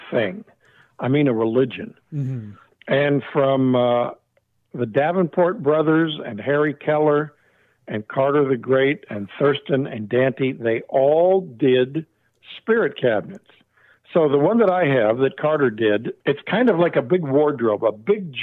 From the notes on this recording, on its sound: an over the phone chat